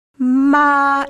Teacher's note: if you take the first tone, ma, it's a flat tone. It's really sung.